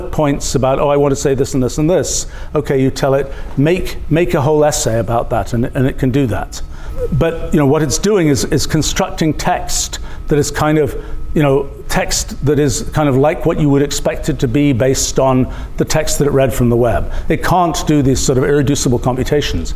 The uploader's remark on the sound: Center for the Future Mind. Lecture from Mindfest 2023.